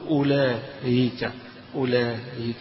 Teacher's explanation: يبقى الهمزة مش هيقولها همزة، ولكن حيسهل هذه الهمزة إذا وقف عليها · Term: تسهيل